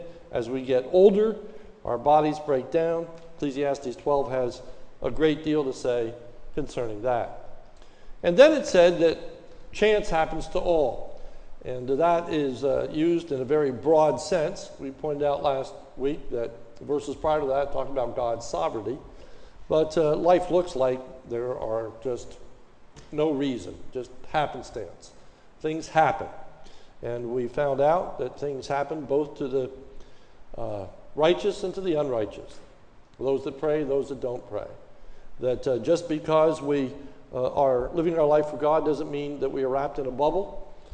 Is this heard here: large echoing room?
yes